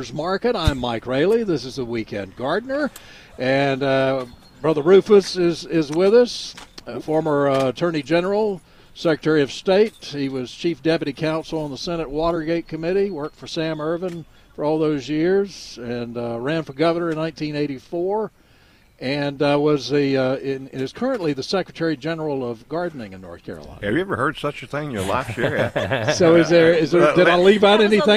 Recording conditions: outdoors